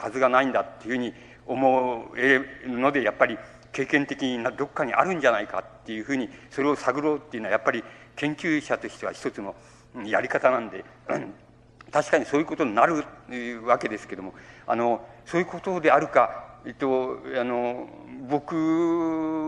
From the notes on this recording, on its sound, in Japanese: 音質：５。主催：日本近代文学館 後援・読売新聞社 場所：有楽町・よみうりホール。近代文学館・夏の文学教室 として行われた講演。音源は主催者提供。ライン録音。